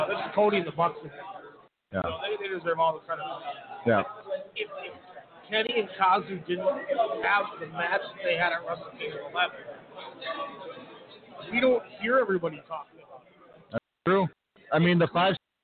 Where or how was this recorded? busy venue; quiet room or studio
busy venue